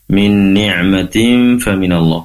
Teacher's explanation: pastikan ni'mah ainya dikeluarkan dari tenggorokan bagian tengah